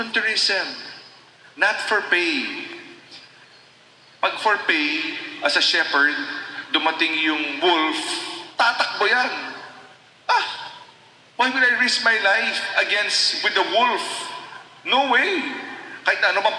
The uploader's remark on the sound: A recorded audio of National Shrine of the Sacred Heart's mass.